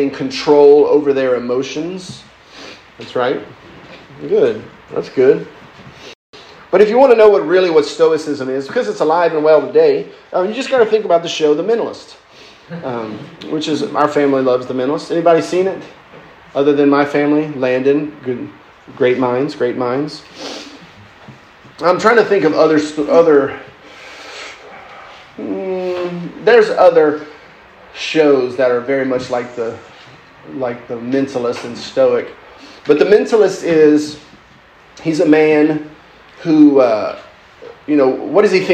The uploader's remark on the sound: lecture given at Christ Church academy